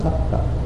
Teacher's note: First T is against your teeth, and the second is the roof of your mouth.